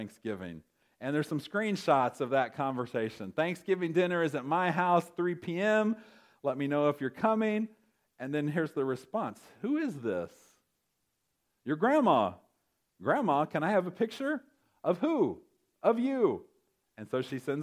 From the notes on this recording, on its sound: recorded November 25, 2023, at Ringgold Seventh-day Adventist Church.